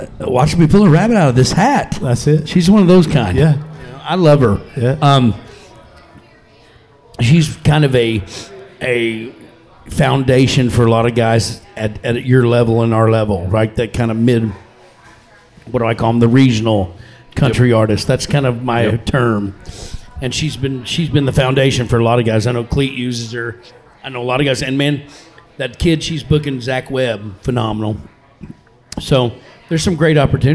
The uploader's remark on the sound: Recorded live at The Lake House.